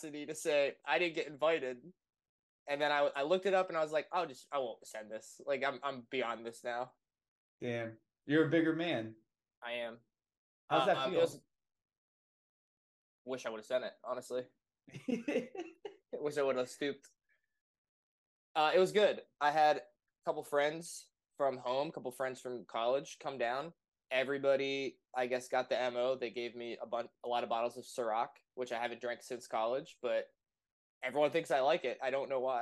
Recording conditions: poor microphone